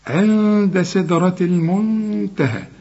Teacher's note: دي من حروف الاظهار، ما تغنش، نزلة اخرى، عند سدرة المنتهى، النون بتاعت عند دي اخفيها وغنها عشان الدال دي من حروف الإخفاء، ما تستعملش لسانك عند النون دي، ما تقولش عند، لا